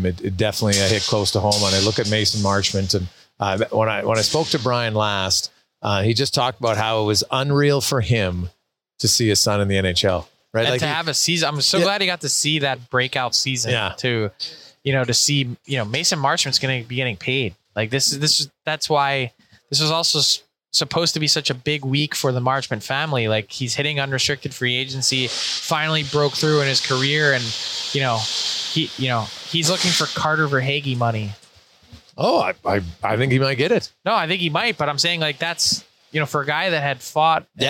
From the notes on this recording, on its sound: Live from the Draft floor at the Bell Centre. The Habs made a lot of noise in round one and the crowd was loving it.